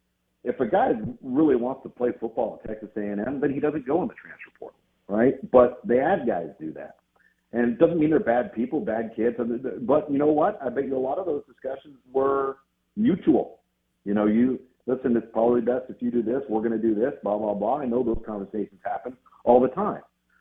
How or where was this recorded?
phone line